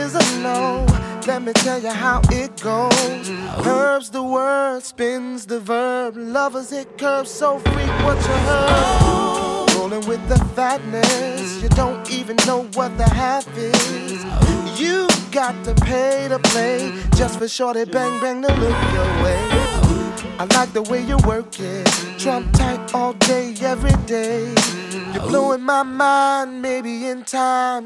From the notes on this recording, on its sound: Live DJ Mix recorded at a wedding at The Stone House in Warren, NJ February 2021.